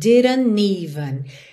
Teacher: o N do didn't liga no even